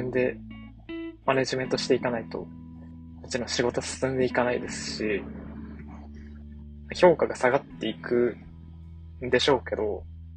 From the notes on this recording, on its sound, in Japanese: 2022年9月30日の夕方、運転中の車内にて収録